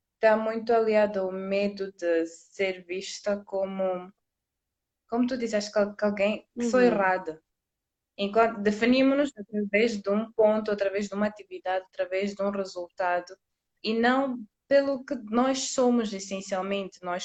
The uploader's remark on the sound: LiveInstagram.